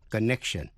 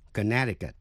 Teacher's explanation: Trong đó, âm C trong âm tiết neck, N-E-C, phát âm là k. Tuy không phát rõ, nhưng lưỡi đặt vào cuối mềm ở vị trí âm k · Shown in: first take · connection.